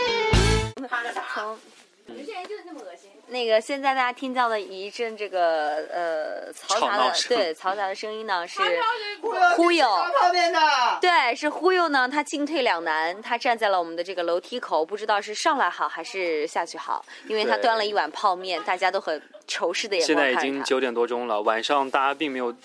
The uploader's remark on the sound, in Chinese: 仙居，捡来的秘密基地。身临大自然为大家录制的节目。这也是#假电台#第一次走出去主持节目。